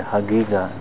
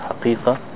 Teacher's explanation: In Yemen, they change, not jim, they change the qaf, letter qaf to gaf. Ga, the ga sound. · Shown in: first take · So they say hagiga instead of haqiqa.